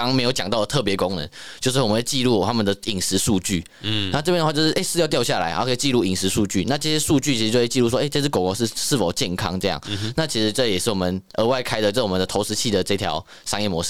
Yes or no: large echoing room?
no